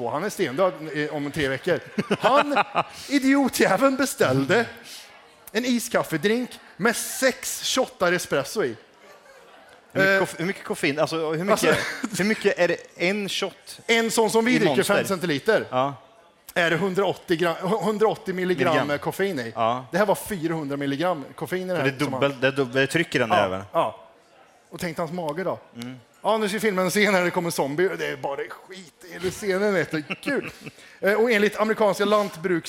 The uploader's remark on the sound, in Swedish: Live från Poddfest 2023